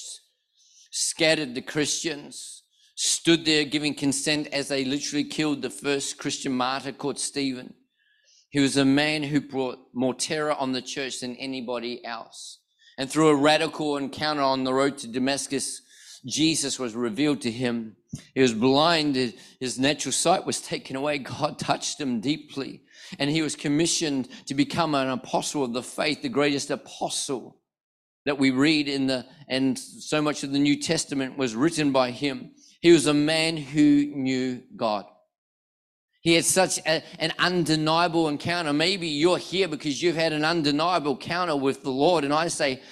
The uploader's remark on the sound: One of our NEUMA global prophetic ministers was in Perth this weekend and preached a powerful message at our 4pm NEUMA Perth South service.